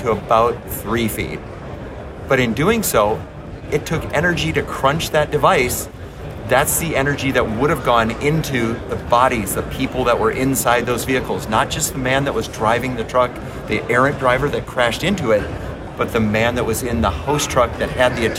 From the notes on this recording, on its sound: Utility Fleet Professional was live at the ATSSA 2023 show.